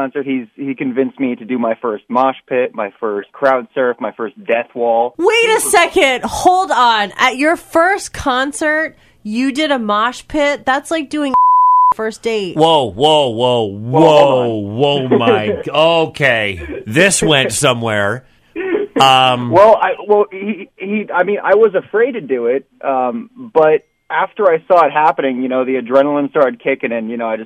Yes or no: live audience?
no